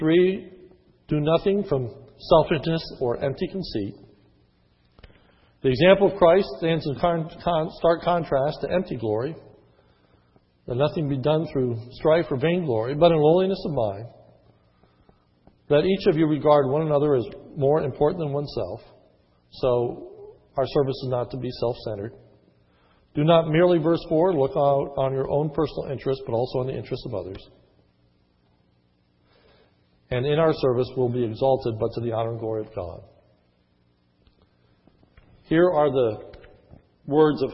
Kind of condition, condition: setting, large echoing room